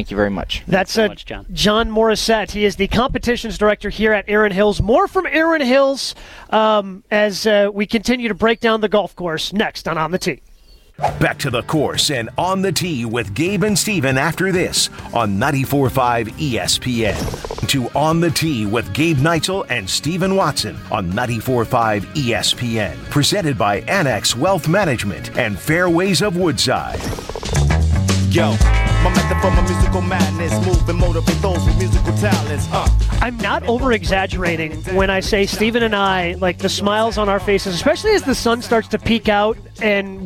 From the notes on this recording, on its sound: Live from Erin Hills